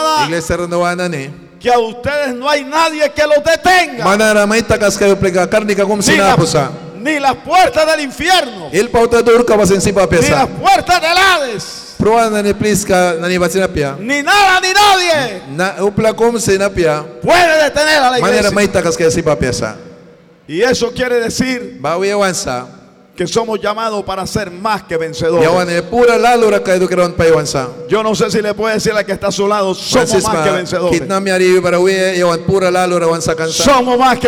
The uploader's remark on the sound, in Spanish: En este episodio grabado en vivo desde la iglesia Torre Fuerte en Bilwi Puerto Cabezas.